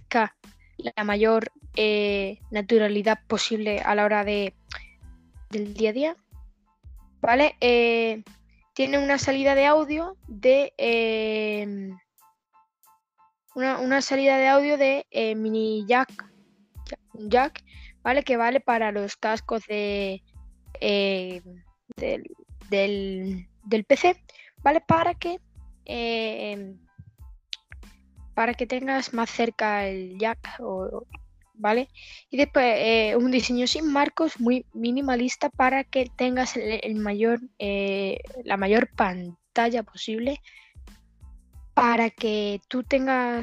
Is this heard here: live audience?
no